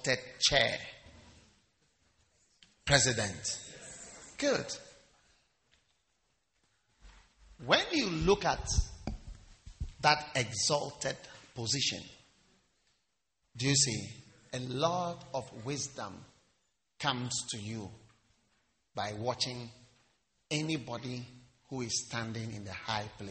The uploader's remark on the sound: Preached at the Wisdom Impartation Service.